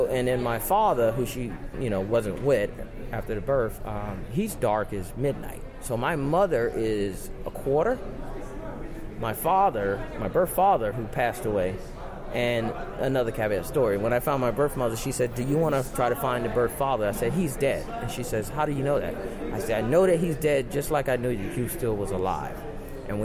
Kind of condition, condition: setting, busy venue